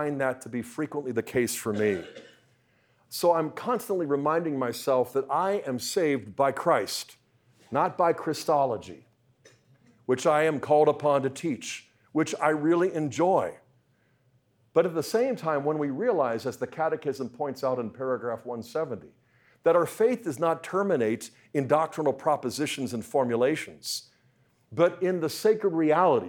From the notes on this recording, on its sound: Talk was part of the Speaking the Truth in Love Conference, sponsored by the Catechetical Institute at Franciscan University of Steubenville.